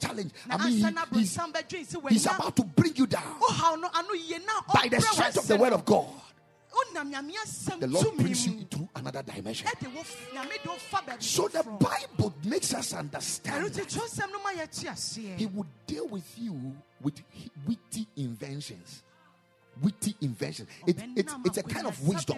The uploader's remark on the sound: Preached at the Ekklesia Campus.